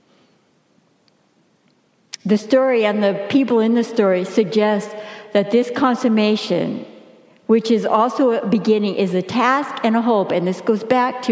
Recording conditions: large echoing room